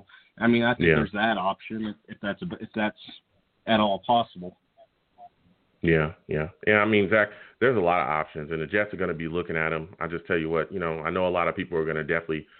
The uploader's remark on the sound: I take live callers!